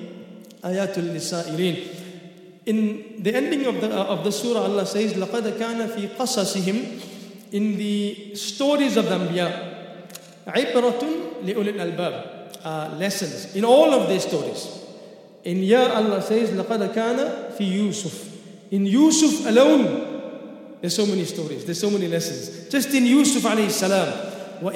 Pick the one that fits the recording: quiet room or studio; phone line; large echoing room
large echoing room